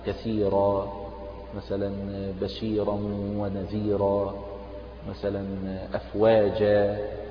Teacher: وهذه الألف تمد بمقدار حركتين وتسمى مد العوض المبدل عن التنوين